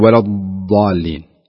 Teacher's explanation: أهم شيء اللسان لا يخرج من الأسنان ويكون هناك شيء من الاستطالة